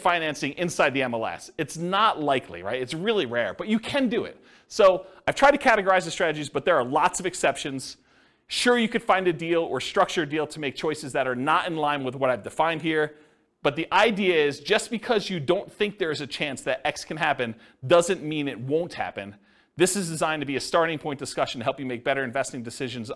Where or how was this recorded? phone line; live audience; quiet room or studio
live audience